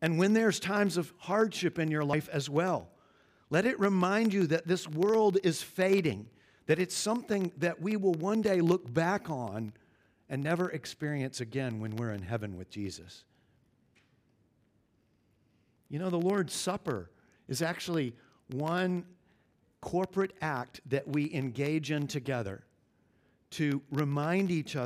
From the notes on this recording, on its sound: at Covenant Hope Church in Dubai, UAE